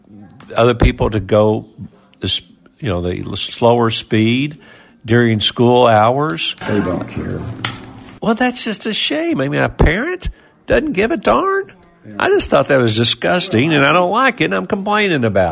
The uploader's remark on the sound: is LIVE from the Country Music Hall of Fame in Nashville!